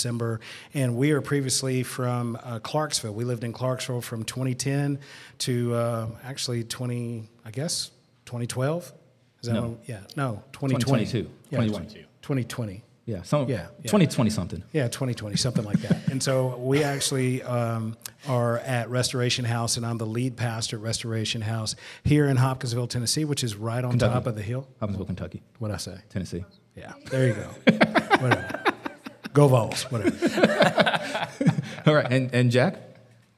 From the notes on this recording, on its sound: Live Q &. Give time for anyone in attendance to ask questions or share their own stories.